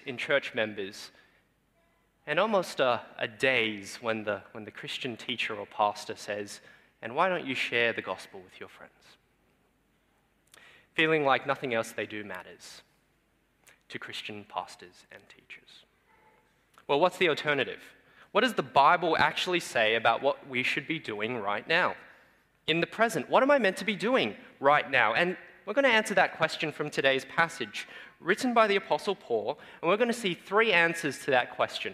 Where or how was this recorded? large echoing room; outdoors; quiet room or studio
large echoing room